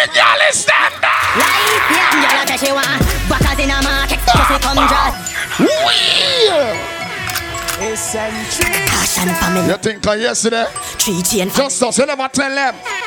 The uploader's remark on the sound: Pon Di Endz Miami 4/20/19 (LIVE AUDIO)